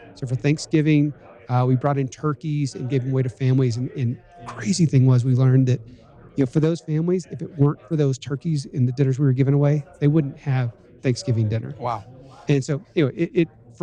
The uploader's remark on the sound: we’re joining you live on location in Park City, Utah at the GoBundance event